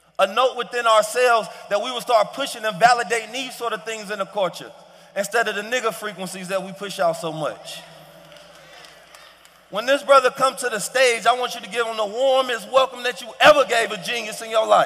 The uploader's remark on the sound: The first ever live episode of HLC goes heavy on all things pertaining to the future. HLC live from Investfest.